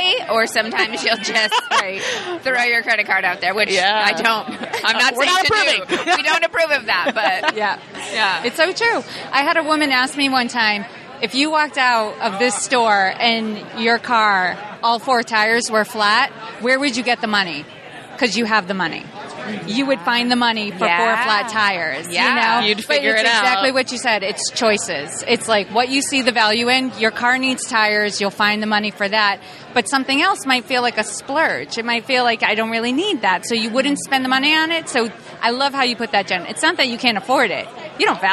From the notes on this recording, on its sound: This episode was recorded at Podcast Movement in Chicago so we were all physically in front of one another.